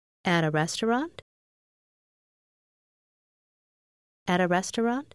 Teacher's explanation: Hãy hỏi chỉ bằng cách lên giọng